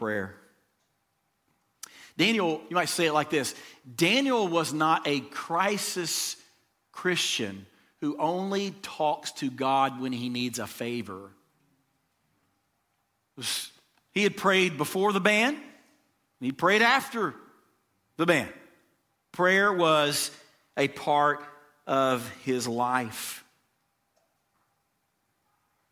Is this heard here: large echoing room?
yes